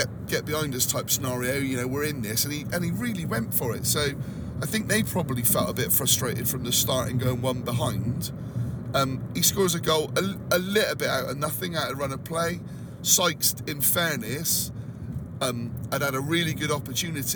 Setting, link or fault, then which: setting, inside a vehicle